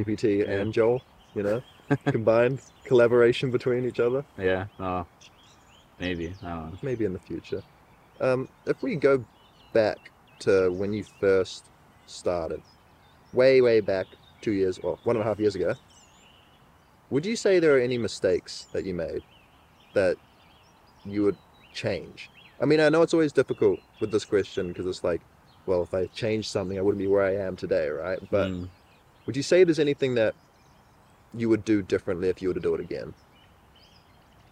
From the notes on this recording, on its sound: This episode of The FPV Podcast is very special being the FIRST episode to be filmed in-person, AND also outdoors too.